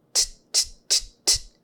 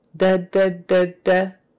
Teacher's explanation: Your tongue is up right behind your front teeth, just barely tapping it, and the voice is not on. · Shown in: first take · If it was on, it would be D.